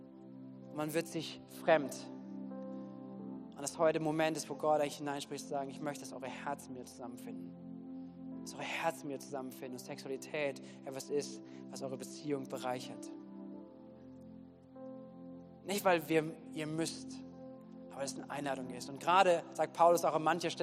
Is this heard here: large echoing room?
yes